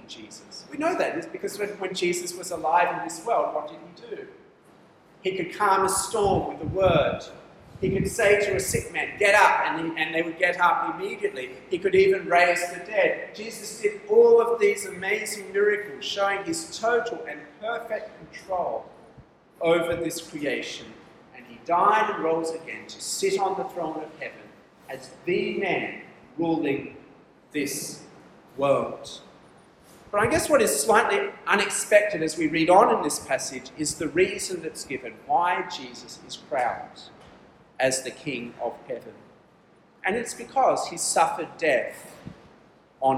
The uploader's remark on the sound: This talk was delivered for MCKL CF Camp in December 2023.